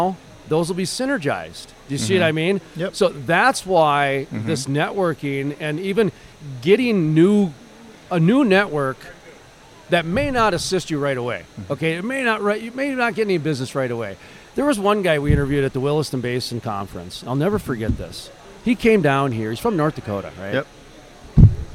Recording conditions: busy venue